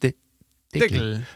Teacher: Und dann das K wird bei uns zu G, denn der Deckel ist bei uns der Deckel.